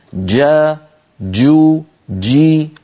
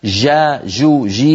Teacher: وقلنا مرارا ونعيد ونكرر الجيم الفصيحة صوتها محبوس · Shown in: first take · جا جو جي، وليست جا جو جي كما ننطقها في العاميات.